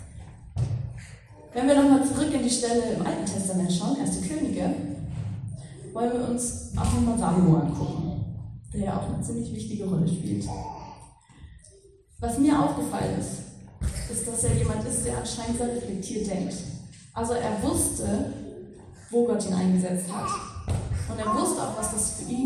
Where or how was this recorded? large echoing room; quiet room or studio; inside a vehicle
large echoing room